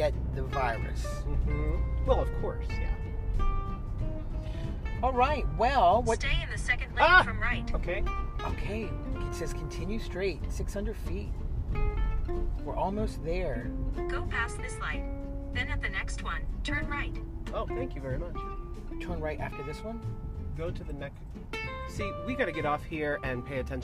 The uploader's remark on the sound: A trip to get our first round of COVID 19 vaccinations! First segment is driving there, second segment is driving home.